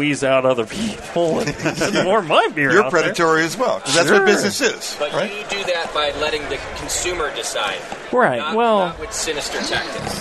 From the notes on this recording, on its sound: Homebrew Con and the National Homebrewers Conference for another live session. In front of a live crowd.